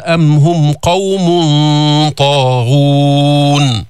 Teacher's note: عم نفخم الإخفاء لأن الطاء من حروف التفخيم، ولاحظتوا كيف عم نجيب الضمة كاملة.